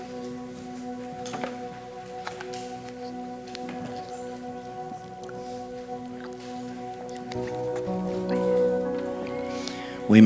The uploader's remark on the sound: This message was preached at Vision Church located at The Jones Center in Springdale, AR.